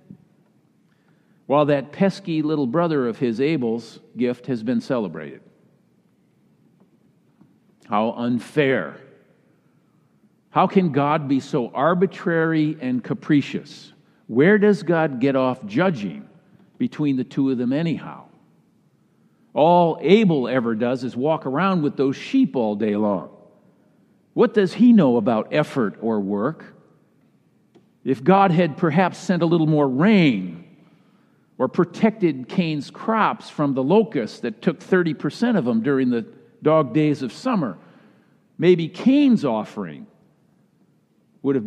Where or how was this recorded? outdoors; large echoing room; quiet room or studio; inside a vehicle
large echoing room